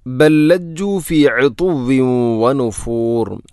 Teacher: ഒന്നാമത്തെ ലാമിന് രണ്ടാമത്തെ ലാമിലേക്ക് ഇദ്ഗാം ചെയ്യുന്നു, കൂട്ടി ലയിപ്പിച്ച് ഒതുന്നു.